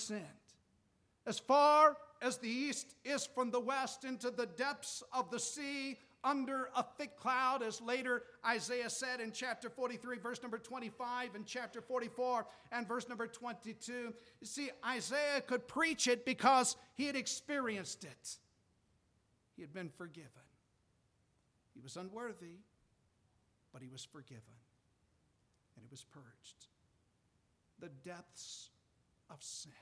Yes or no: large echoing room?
yes